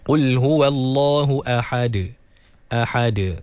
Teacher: ha dikeluarkan daripada kerongkong pertengahan. Dan juga dal diqalqalahkan.